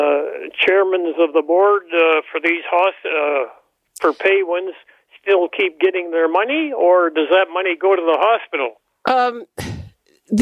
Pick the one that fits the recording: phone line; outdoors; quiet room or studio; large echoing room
phone line